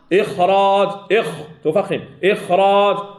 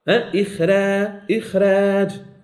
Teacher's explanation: عندما نفخم الراء تفخم الخاء، وعندما نرقق الراء لا يظهر تفخيم الخاء